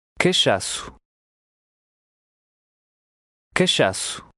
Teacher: The O at the end is faintly pronounced.